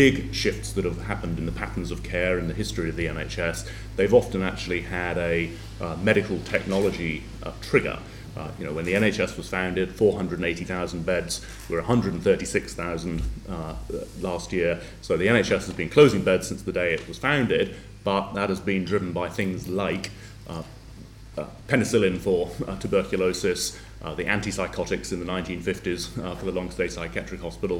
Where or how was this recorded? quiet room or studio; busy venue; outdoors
busy venue